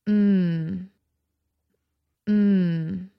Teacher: The fourth tone is low and flat at the bottom of your range, like mm, mm.